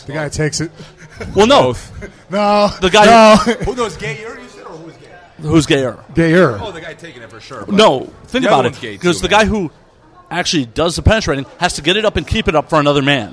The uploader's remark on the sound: on location at EBI 8 in Los Angeles